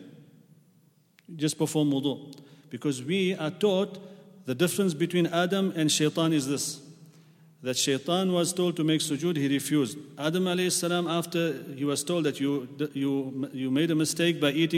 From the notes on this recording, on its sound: at the Houghton Masjid (West Street)